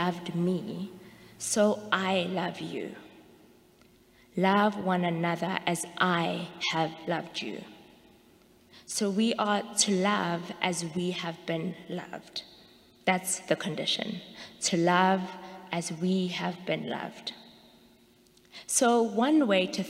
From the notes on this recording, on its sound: Sermons from Old South Church in Boston